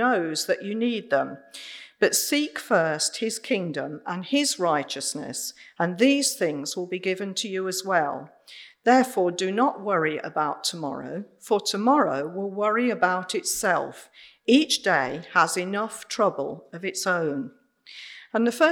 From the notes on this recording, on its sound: Recorded Live at Central Vineyard Raunds on 15th Aug 2021.